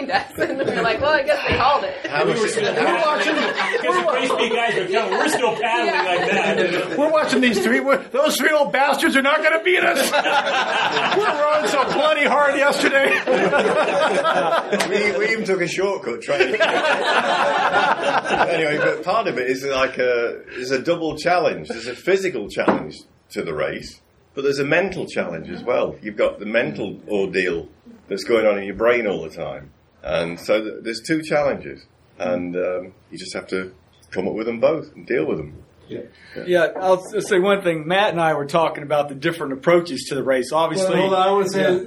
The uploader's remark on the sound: The roundtable discussion of the six teams who were willing to sit around with a couple of microphones. Recorded live at the KYC with an in-studio audience.